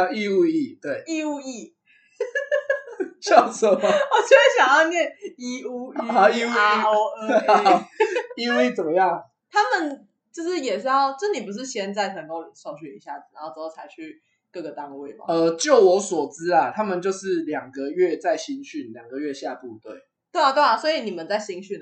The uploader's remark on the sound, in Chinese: 當天錄製完畢後才發現麥克風出現狀況，所以這一集音質很糟，非常抱歉！